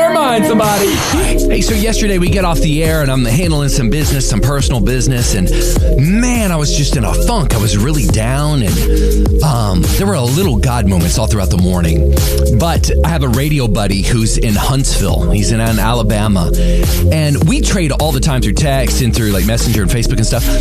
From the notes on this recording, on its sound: Listeners call in to chat about summertime memories and things they look forward to doing this summer. 94.9 KLTY.